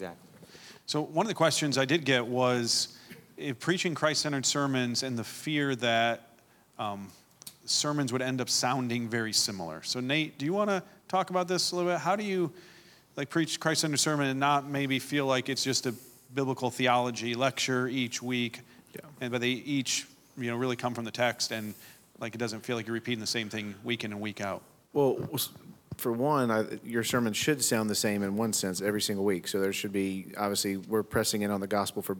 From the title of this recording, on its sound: Speaker Panel and Q&A from Scotland Conference (LIVE)